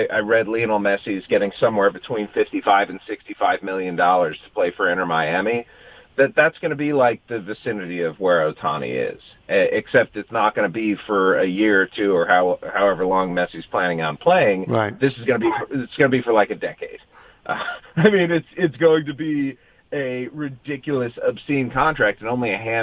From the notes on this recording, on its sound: phones in from Pebble Beach